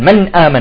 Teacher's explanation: يجب أن تسكن النون في حالة الإظهار تسكينا كاملا